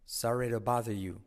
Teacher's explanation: La T de bother desaparece